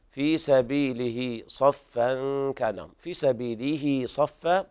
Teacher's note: صلة صغرى توصل بياء لفظية لانكسارها، وعند الوقف تحذف الصلة في سبيله لأنه لا يجوز الوقف على متحرك.